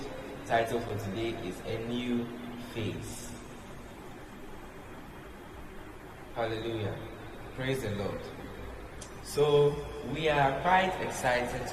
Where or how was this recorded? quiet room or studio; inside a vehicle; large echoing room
large echoing room